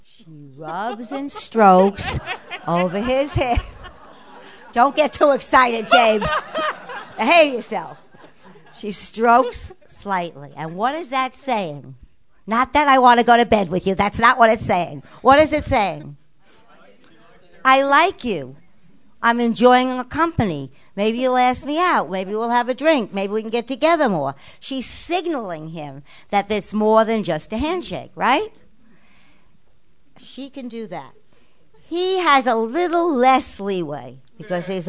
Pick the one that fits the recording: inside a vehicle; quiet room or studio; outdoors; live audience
live audience